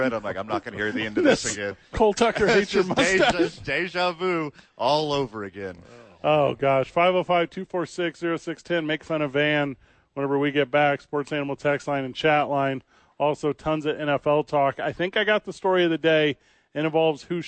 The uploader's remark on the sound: live from The Albuquerque Dukes Store.